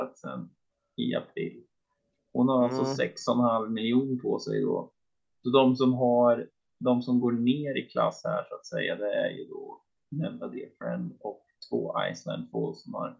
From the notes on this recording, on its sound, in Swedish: Fortsatt teknikstrul, Inte bästa kvaliten på ljudet.